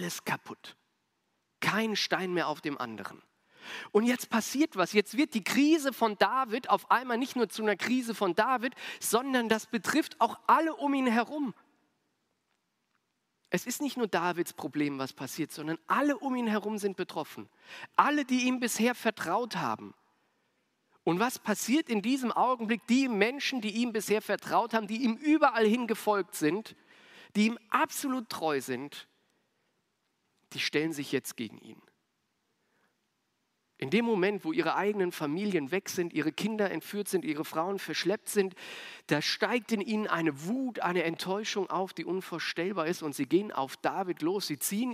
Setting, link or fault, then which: setting, large echoing room